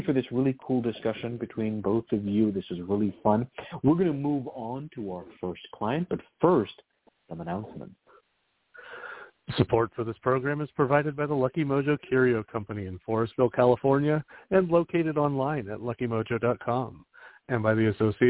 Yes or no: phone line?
yes